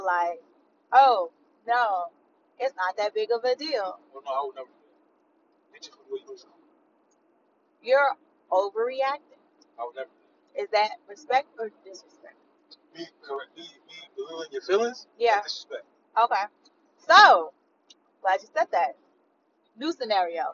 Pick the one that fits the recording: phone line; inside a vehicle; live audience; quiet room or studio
inside a vehicle